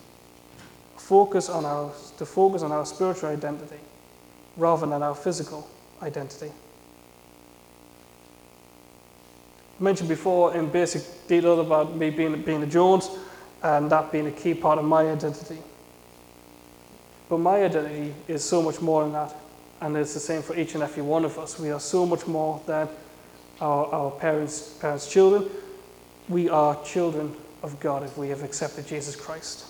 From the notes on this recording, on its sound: A sermon I preached at Saint John's Evangelical Church in Shiney Row on Sunday 5th November 2017.